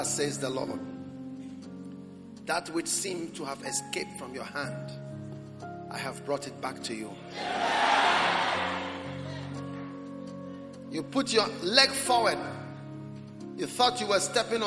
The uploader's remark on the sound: Preached at the Prophetic Encounter Service.